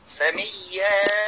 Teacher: هذا مد عوض بحركتين فقط، انت اتيت باربع حركات.